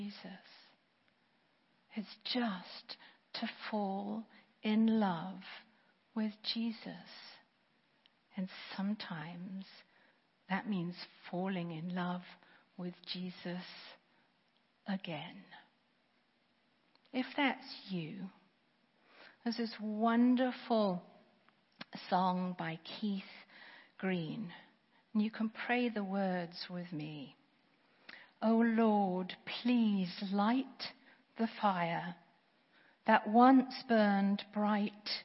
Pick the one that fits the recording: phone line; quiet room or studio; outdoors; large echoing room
large echoing room